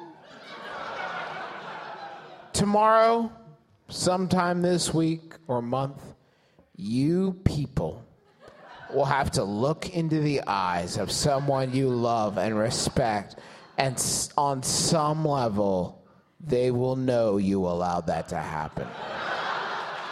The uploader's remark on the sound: Big Gulp, Live!